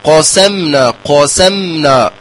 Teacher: بتفخيم القاف في ثاني مرتبة من مراتب الاستعلاء، فنقول ق ثم نرقق السين قسمنا قسمنا والتوسط في الميم ثم النون مرققة.